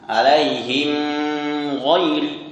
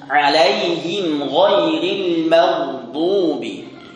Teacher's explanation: Nah, ini dibaca dengan jelas nun maupun mimnya. Tidak perlu ada dengung yang dipanjangkan. · Shown in: second take